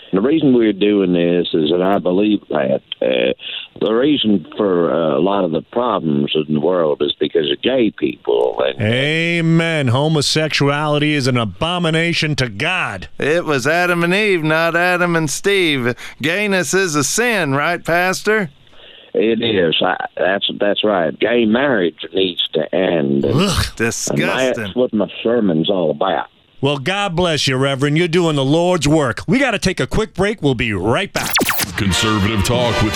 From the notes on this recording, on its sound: New Phony Phone Call